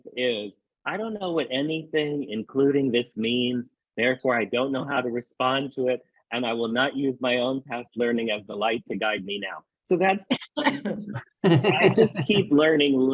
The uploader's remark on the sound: Please enjoy the audio from a recent Foundation For Inner Peace webinar